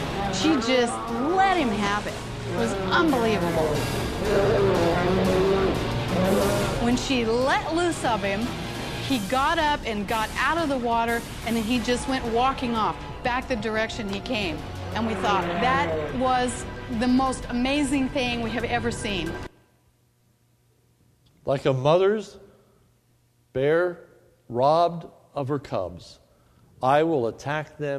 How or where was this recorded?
large echoing room